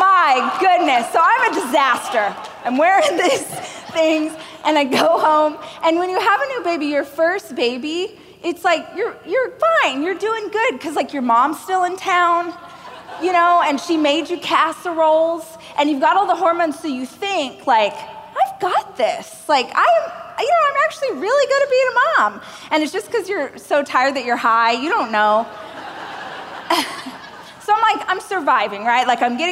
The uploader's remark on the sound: a keynote speech I gave during the Growth